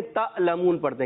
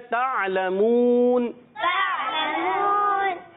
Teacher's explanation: عین حلق کے درمیان والے حصے سے ادا ہوتا ہے، اور اچھے طریقے سے حمزہ نہ ہو جائے · Shown in: second take